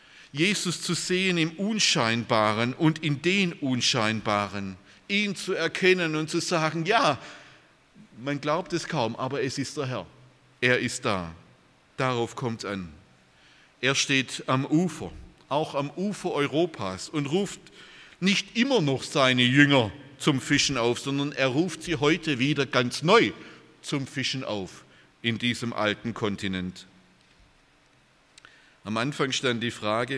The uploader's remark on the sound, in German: aus dem Gottesdienst der Liebenzeller Mission